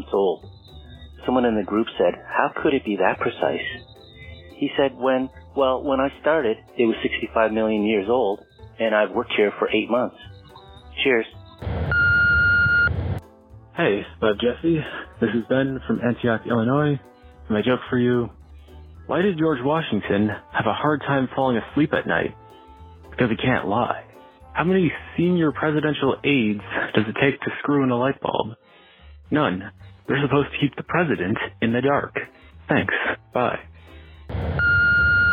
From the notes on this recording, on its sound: I have compiled jokes recorded by our listeners through my voicemail service over the past week.